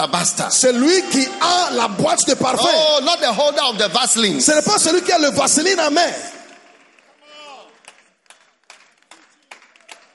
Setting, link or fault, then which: setting, live audience